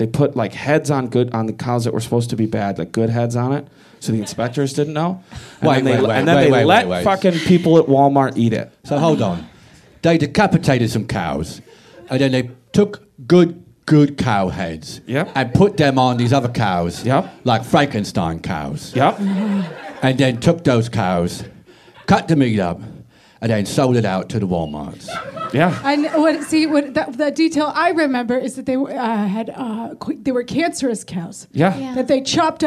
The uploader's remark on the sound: Recorded LIVE at the Upright Citizens Brigade Theatre in Los Angeles.